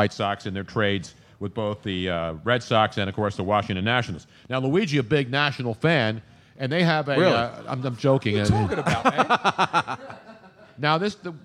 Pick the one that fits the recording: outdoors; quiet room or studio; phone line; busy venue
busy venue